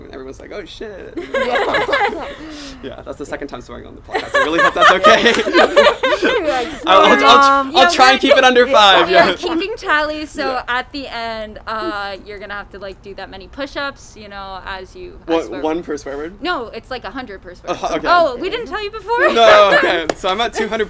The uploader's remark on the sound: Audio might be more variable than usual due to masks ALWAYS staying strapped and the natural noises of a UCLA apartment's patio being hussling and bussling (where this interview took place).